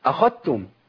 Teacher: بإدغام الذال في التاء بالكلية